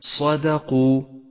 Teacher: حرف الصاد مفخم ص، وحرف الدال مرقق د، وحرف القاف مفخم